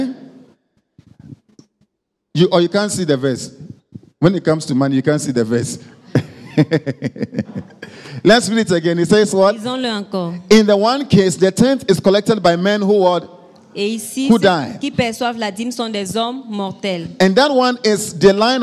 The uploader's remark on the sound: Preached during Joyful Hour Sunday Service Rabat